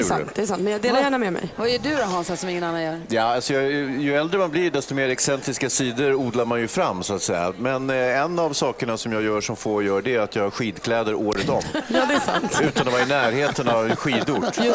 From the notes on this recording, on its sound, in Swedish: Fjällkalaset är i full gång och vi sänder live från Sälen bl.a.